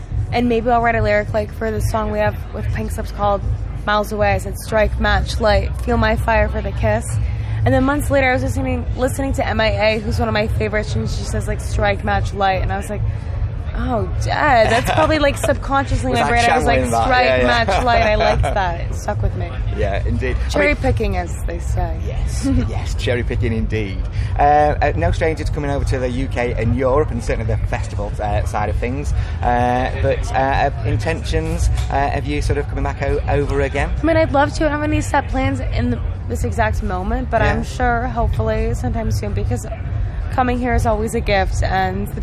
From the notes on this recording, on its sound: Leeds Festival 2021